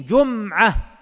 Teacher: القراءة الثانية أو اللغة الثانية بضم الجيم وإسكان الميم، جمعة، وهذه قراءة قرأ بها أيضا جمع من القراء على التخفيف.